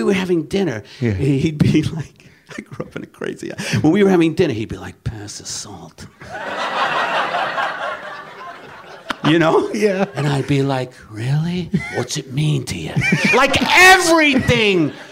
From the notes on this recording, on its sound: live WTF crowd